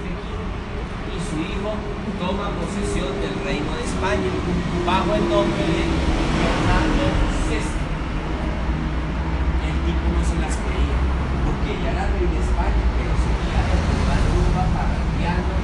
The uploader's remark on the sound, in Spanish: Esta es la recopilación de los audios grabados durante el tour fantasma por el centro de mi ciudad Bogotá.